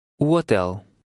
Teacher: Notice how the initial U blends into the word hotel.